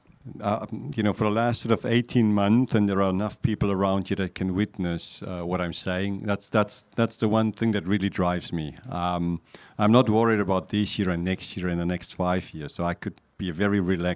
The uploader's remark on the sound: This special ‘al fresco’ episode of the podcast. Recorded at Hampton Court Palace at the annual Concours of Elegance car show.